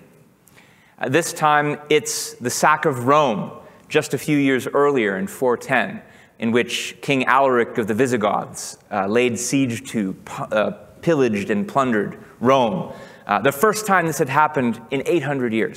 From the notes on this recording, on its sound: Recorded July 2, 2023, at OCON in Miami, Florida.